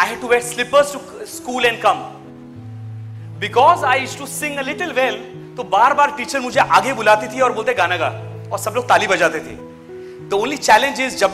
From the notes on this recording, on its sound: This is an audio version of a live keynote speech moment delivered to 1200 + Teachers at Lucknow India